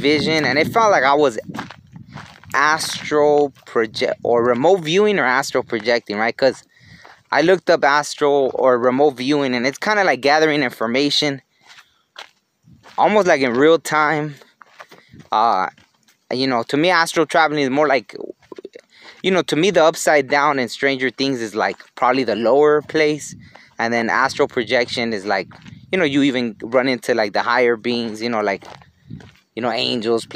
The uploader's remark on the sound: was recorded while on a hike.